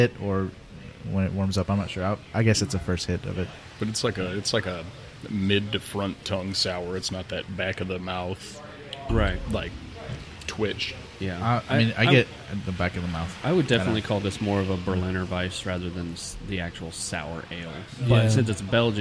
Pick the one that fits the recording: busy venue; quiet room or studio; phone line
busy venue